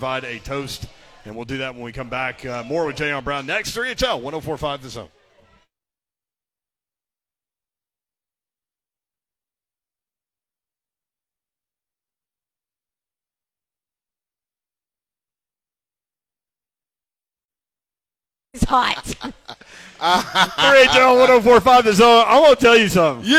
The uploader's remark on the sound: live at BWW